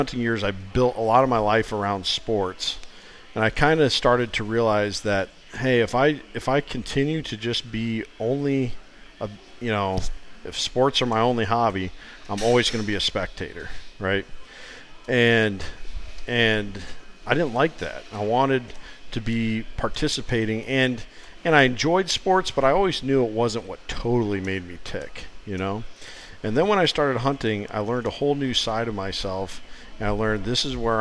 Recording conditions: busy venue